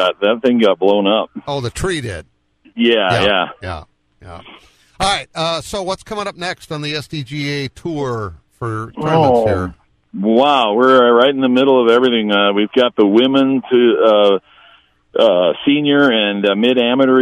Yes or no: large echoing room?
no